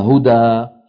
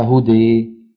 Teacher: هدى لمن لا يميل إذا وقف عليها يقف عليها هدى، فإن سئل بيقول مد عوض، واللي بيميله بيوقف عليها هدي · Term: الإمالة